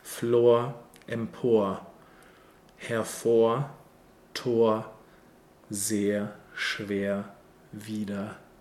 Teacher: So it's always this upside down bright R sound in the end.